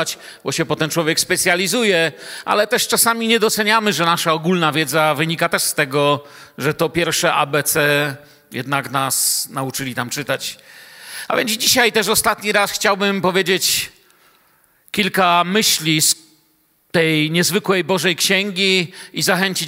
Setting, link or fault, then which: setting, large echoing room